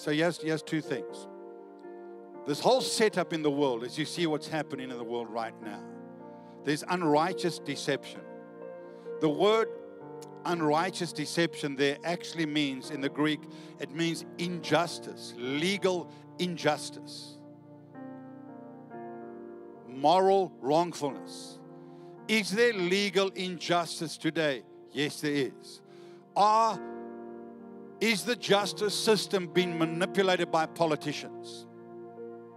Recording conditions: large echoing room